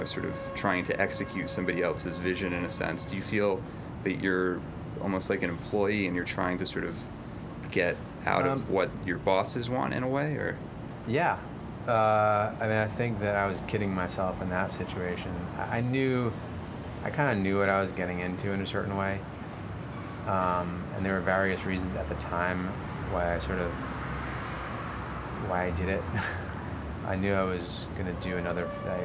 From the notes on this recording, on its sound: A press conference featuring actors